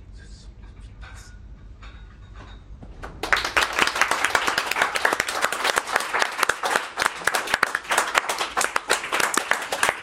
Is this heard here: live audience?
yes